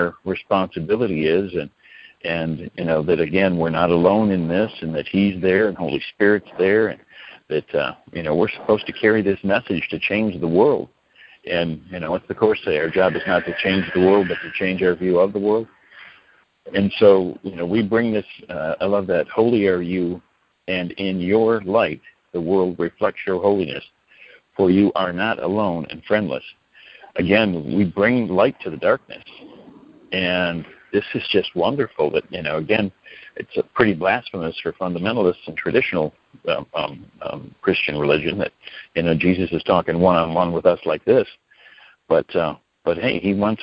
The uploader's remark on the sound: ACIM Daily Conference Call.